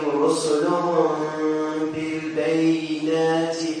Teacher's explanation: We put ghunnah on the meem. Yeah. And we make the two lips together but with no pressure. Meet together without pressure, without gap. · Term: ikhfa